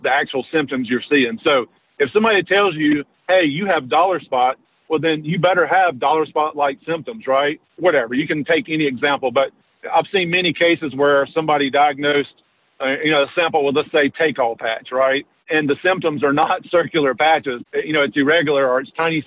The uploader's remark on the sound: As he’s driving to the mountains of North Carolina!